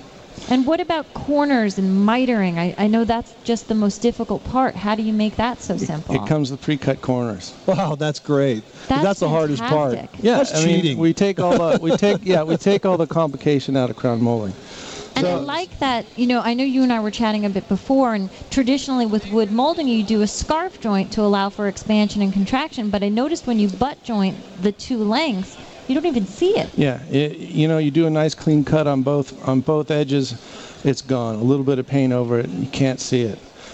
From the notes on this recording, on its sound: Live from the National Hardware Show. Broadcast live from the 2009 National Hardware show in Las Vegas.